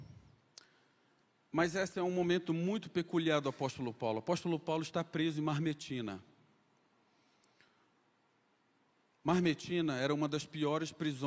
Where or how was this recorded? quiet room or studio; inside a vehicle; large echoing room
large echoing room